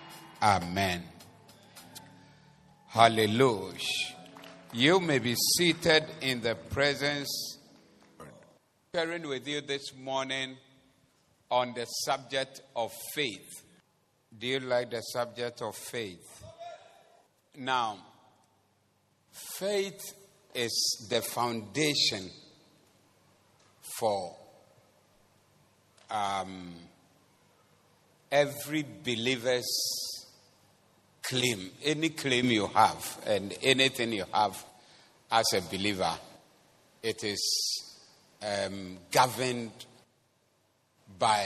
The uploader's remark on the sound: Preached at the Doxa Service 05032023